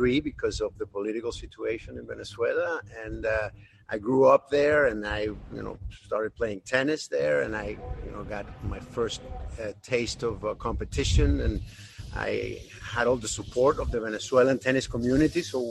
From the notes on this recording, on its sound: Walking the grounds of the Indian Wells Tennis Garden for the 2021 Edition of World Team Tennis